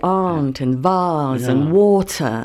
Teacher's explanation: I think Londoners, we've discussed this before, have long vowels.